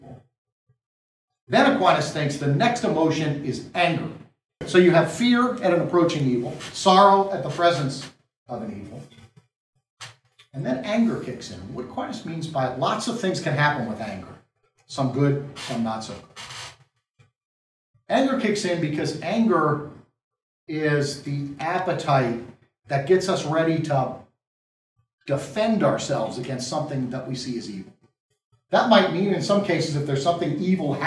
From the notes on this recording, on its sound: This lecture was given at the University of Maryland at College Park